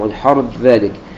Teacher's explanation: والحرث ذلك إدغاما كاملا بدون أثر للثاء